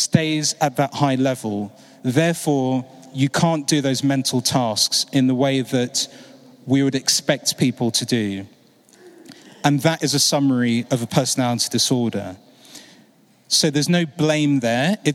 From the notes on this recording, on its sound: Keynote from the Mind and Soul "Running On Empty" conference.